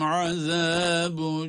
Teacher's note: Azabu derken zal harfi yine peltek.